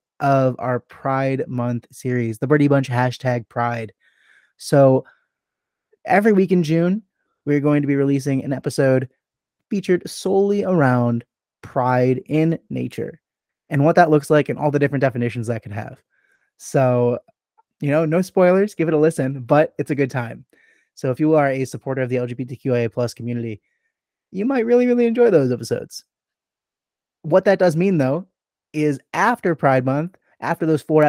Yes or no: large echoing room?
no